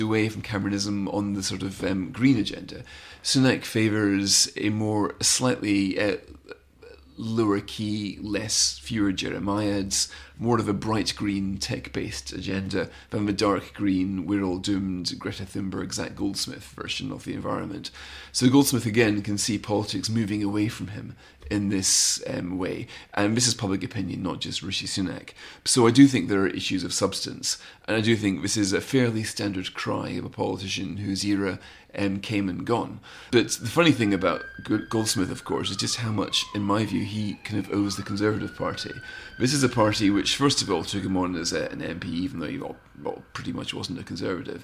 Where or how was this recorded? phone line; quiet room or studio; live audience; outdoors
quiet room or studio